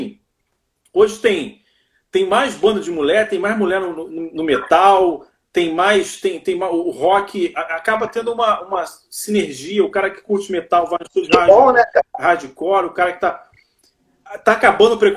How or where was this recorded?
video call